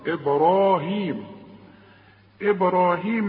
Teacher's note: إبراهيم أنت عارف إن احنا بنقلقل الباء والراء مفخمة